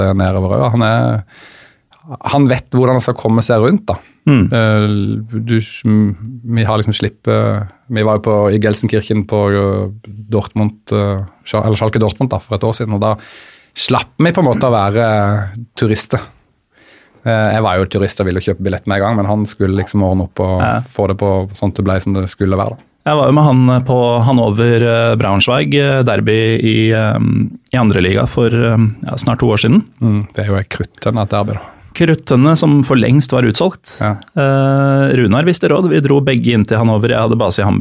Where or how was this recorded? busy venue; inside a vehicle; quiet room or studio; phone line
quiet room or studio